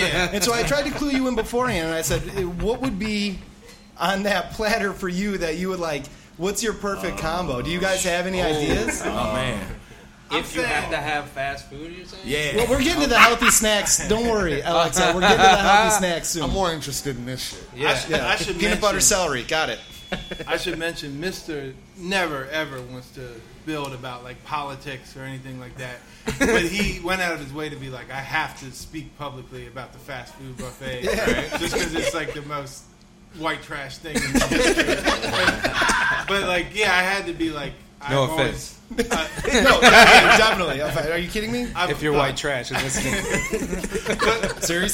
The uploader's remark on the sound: The TDL 2nd Anniversary Show LIVE from PJs Lager House